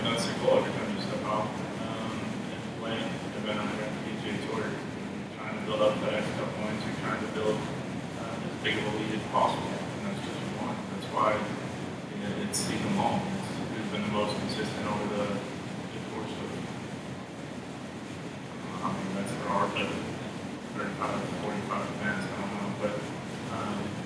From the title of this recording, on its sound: Wednesday morning press interviews live from the WGC- FedEx St. Jude Invitational